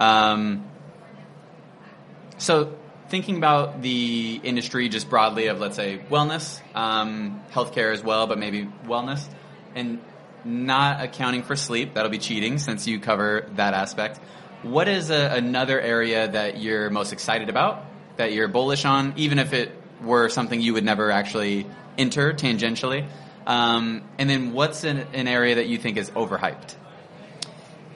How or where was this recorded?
busy venue